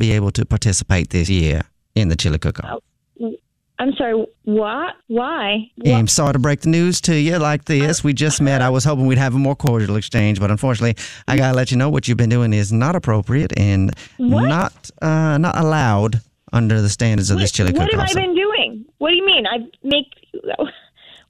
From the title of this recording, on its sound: Phone Prank